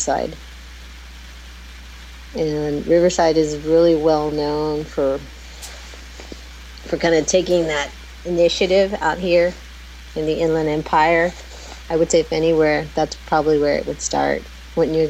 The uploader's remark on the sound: Live from Occupy Wall St. Zuccotti Park.